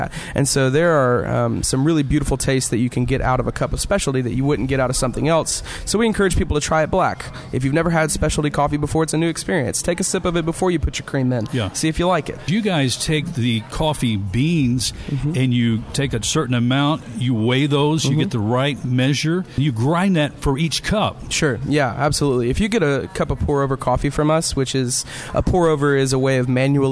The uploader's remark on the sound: Live from the HUB Coffeehouse